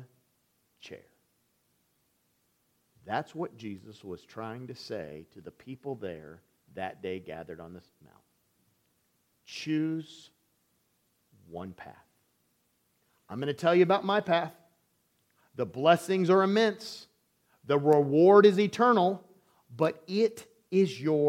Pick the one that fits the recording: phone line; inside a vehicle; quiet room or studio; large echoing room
large echoing room